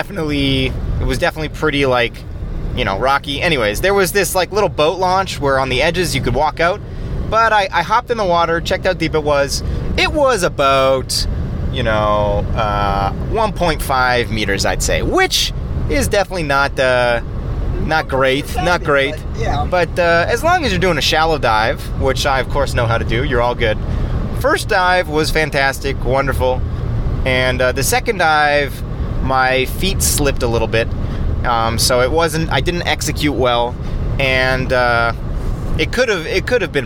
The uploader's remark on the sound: Record live from Slovenia, Croatia and Italy while driving.